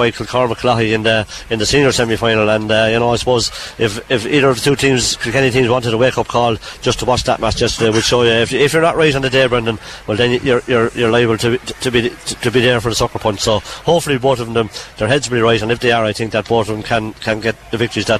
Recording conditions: busy venue